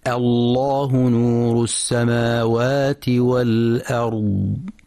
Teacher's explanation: وأيضا في حال الابتداء بلفظ الجلالة، فإن اللام تفخم مع مراعاة ترقيق الهمزة · Term: تغليظ